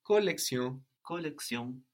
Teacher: the N is barely heard, barely pronounced, or not heard, but it's not exactly silent. We don't ignore it totally.